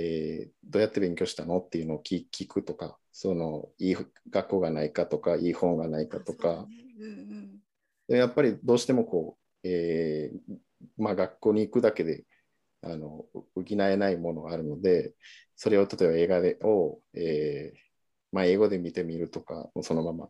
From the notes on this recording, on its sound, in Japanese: 収録場所： オンライン (Zoom)。